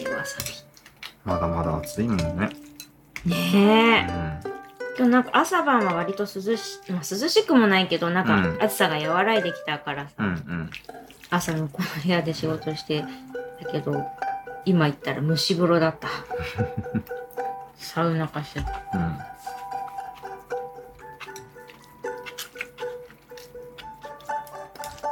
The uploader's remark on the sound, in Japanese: サラダうどん食べながら、ずぞぞっ音もかき混ぜ音も気にせずに、平常運転で収録です。